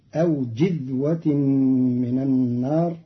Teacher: قرأ قالون كلمة جذوة بكسر الجيم فتصير أو جذوة من النار، وهي إحدى لغاتها.